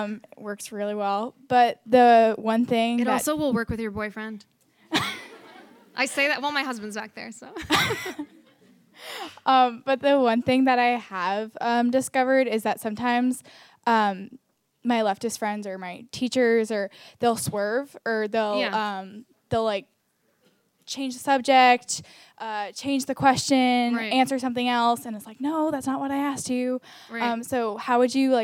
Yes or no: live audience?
yes